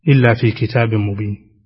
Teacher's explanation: الحكم التجويدي تنوين أتى بعده حرف الميم وهو من حروف الإدغام